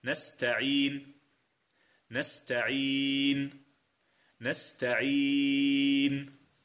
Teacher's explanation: كلمة نستعين نقرأها بالقصر ثم بتوسط ثم بإشباع · Term: المد العارض للسكون